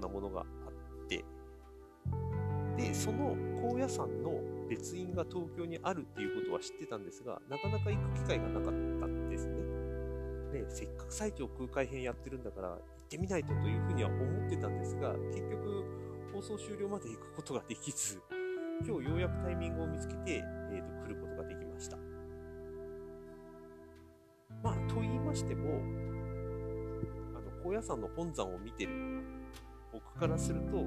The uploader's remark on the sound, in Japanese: 東京の高輪にある高野山東京別院での収録。たまたまのチャイムで不思議な結末を迎えます。